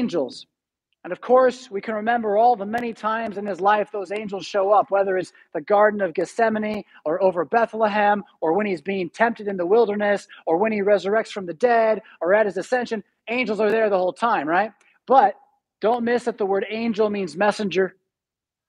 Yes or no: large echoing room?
yes